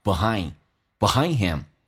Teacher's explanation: 这个 e 可以弱化成 a 因为非主重元音的 e 可以弱化成 a